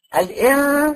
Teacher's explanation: انا لساني مشعلق مش عند اي حاجه، انا بعمل غنه وانا لساني حر